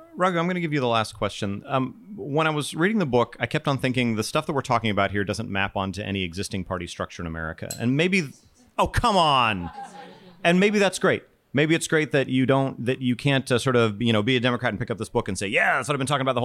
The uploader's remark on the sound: Alphachat Live! In a live conversation recorded at Penn Social, a bar in Washington DC.